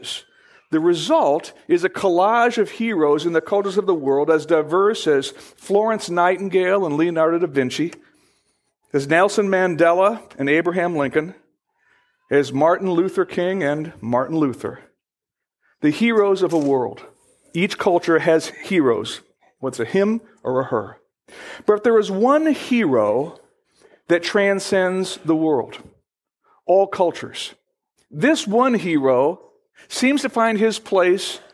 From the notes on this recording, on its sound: Originally recorded on December 23, 2012, at Fellowship Missionary Church, Fort Wayne, IN.